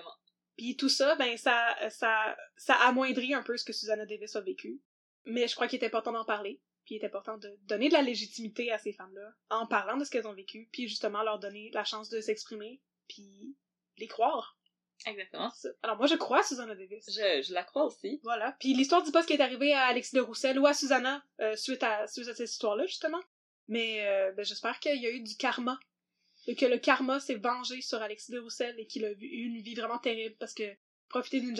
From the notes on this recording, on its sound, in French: La qualité audio de cet épisode n'est pas optimale.